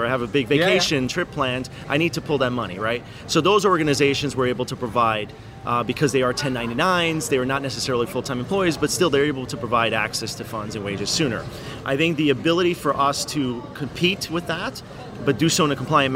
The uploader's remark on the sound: Live from APA Congress 2019. Recorded Live at American Payroll Association Congress 2019 in Long Beach, California.